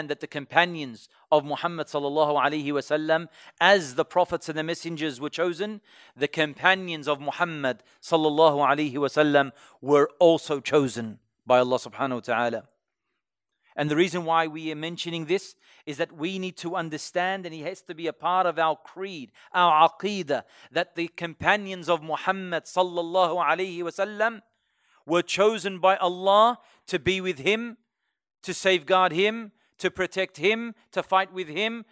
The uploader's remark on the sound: LIVE from ASWJ Revesby.